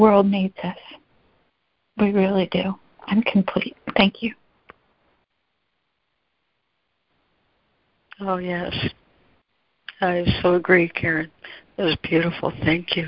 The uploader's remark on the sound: ACIM Daily Conference Call